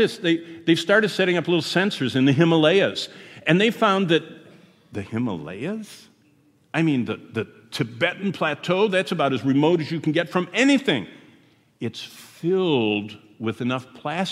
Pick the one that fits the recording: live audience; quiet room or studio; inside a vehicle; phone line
live audience